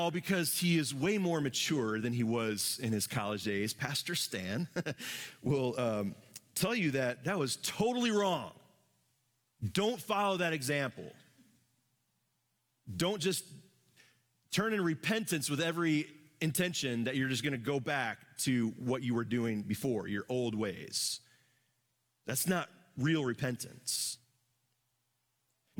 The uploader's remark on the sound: Live from our Celebration Ministry Center